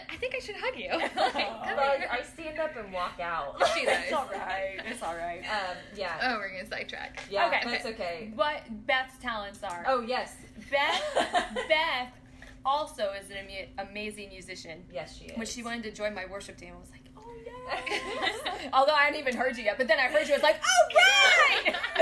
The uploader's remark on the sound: We were having a few audio difficulties, please hang in there as we are self-taught and growing into our roles.